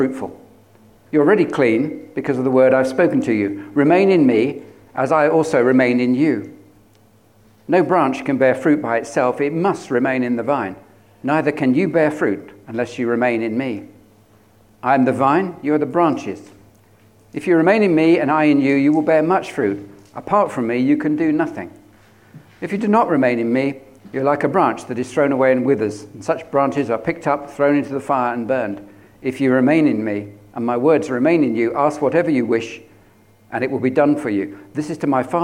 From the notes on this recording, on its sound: At King's Church, Cockermouth, as an audio file.